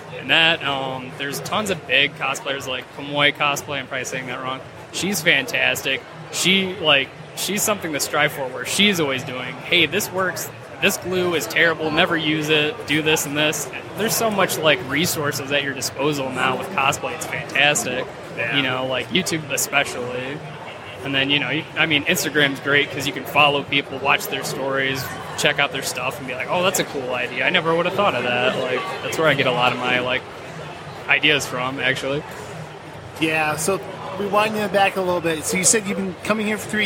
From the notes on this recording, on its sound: Live at Motor City